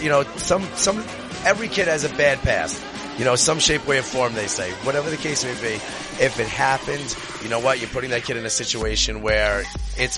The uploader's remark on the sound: party in the studio complete with a LIVE DJ